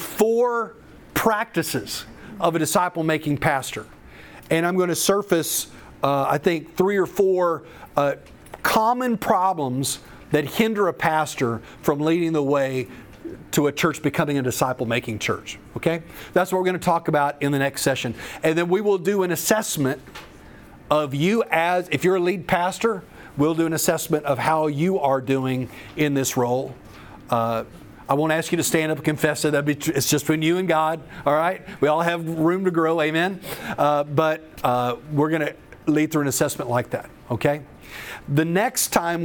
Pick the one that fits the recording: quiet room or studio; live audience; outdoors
live audience